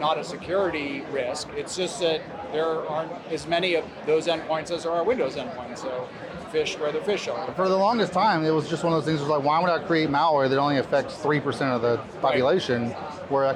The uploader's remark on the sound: on the sidelines of the 2023 Black Hat USA conference